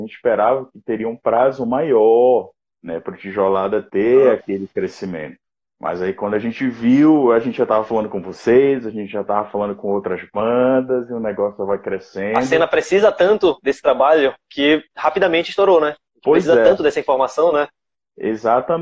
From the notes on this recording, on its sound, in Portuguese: Podcast/Live que rolou no Instagram da banda